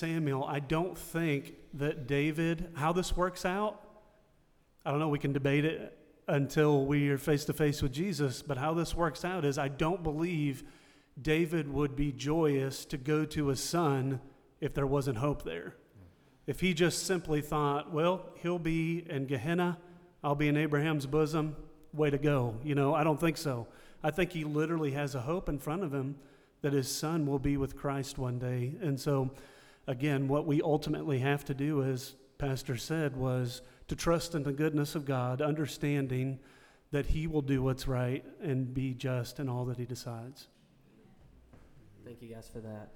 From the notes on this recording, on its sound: in front of a live audience